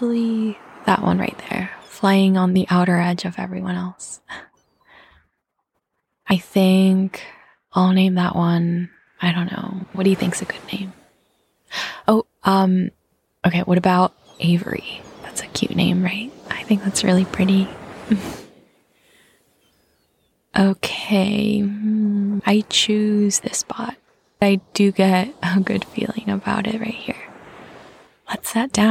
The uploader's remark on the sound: It's the best surprise—the sound of waves, seagrass swaying in the breeze, and seagulls dancing in the sky.